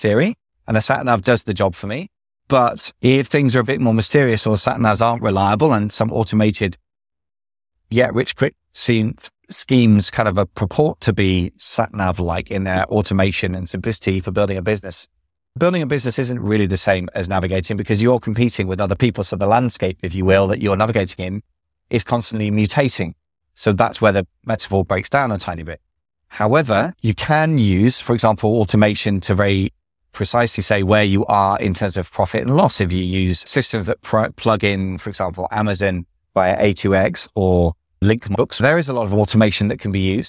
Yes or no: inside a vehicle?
yes